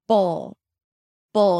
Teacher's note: You don't even have to lift the tip of the tongue to touch the upper palate for the L at the end